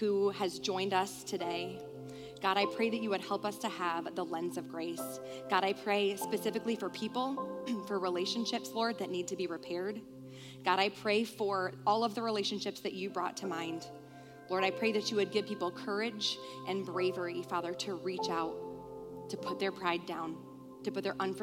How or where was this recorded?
large echoing room